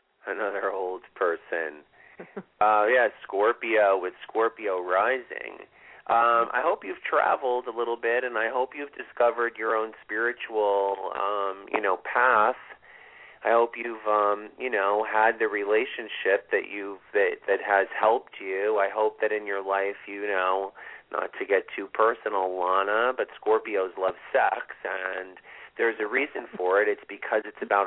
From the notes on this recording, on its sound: This is a live show with call in and live readings.